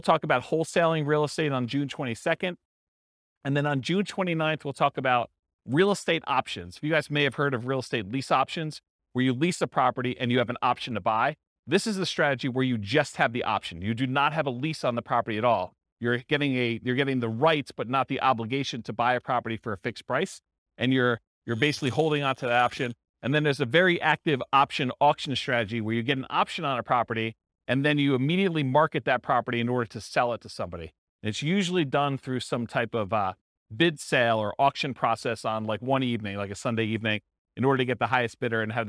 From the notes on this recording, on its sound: This was a live class recorded